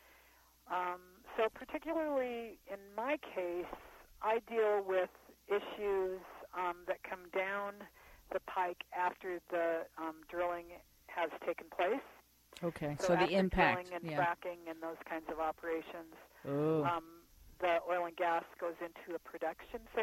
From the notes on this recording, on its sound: was on the phone calling in from Clark, Wyoming